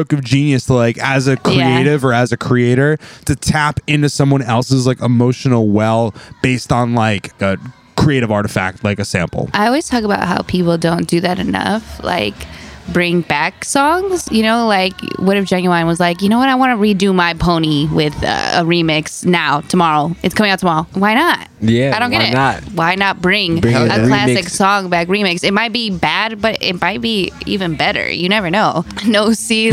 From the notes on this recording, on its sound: We're recording live from Kinfolk 90.